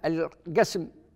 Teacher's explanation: فالخلاق هو النصيب، والقسم القسم أيضا النصيب، والناس في بلادنا ينطقونها القسم، يبدلون القاف جيما معطشة ويأتون بهذه الكلمة بفتح القاف، وهذا خلاف للعربية.